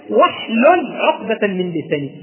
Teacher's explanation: لما جاءت قبلها الواو لم تنطق الهمزة، لما جاءت قبلها الواو لم تنطق الهمزة، لأن ده أمر الثلاثي واحلل. · Term: همزة وصل